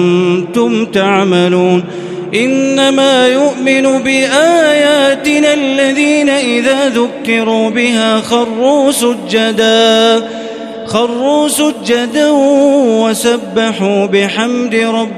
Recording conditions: large echoing room